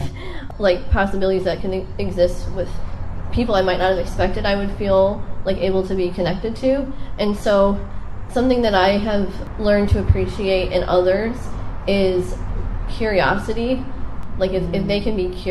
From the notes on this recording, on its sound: Record themselves while presenting live to an audience of people from their locale (the Midwest). They also respond in real time to questions from their curious audience. This was recorded outside near a busy road. We did the best we could to minimize noise interference but the audio is harsher than our other content.